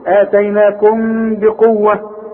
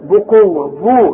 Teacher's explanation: اوعى تضم لي شفايفك في الميم الساكنة اللي بعدها به، يحصل انفراد في الشفايف، ما تقفلش بق، افتح لبقك شوية. · Shown in: first take · Term: اخفاء